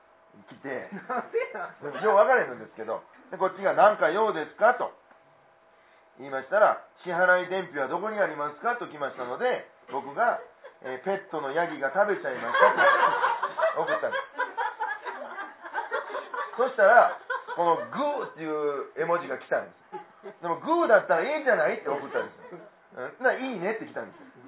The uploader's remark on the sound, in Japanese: ネットラジオ。ツギハギ荘にて開催された公開収録分の前半のその２となります。